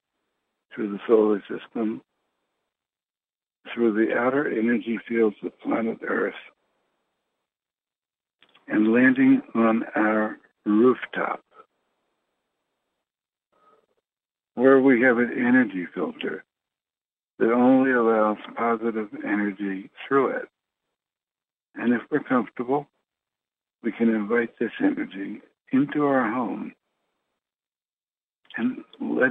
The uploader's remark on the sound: Conference Call LIVE, April 4, 2022.